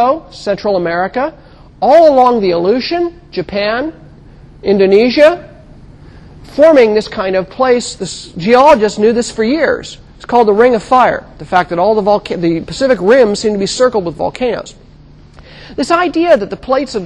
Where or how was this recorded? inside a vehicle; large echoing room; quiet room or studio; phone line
large echoing room